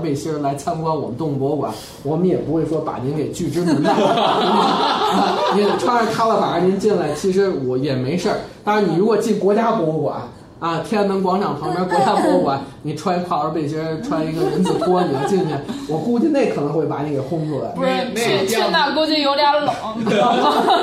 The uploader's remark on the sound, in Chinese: 本期节目为在张大妈办公区用录音笔录制，可能有街道上的杂音，请见谅。